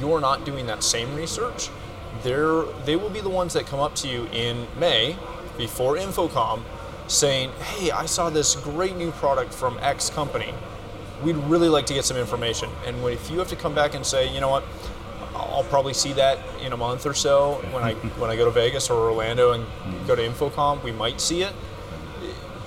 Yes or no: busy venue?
yes